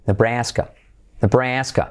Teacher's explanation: Y esa segunda A que es más tirando a E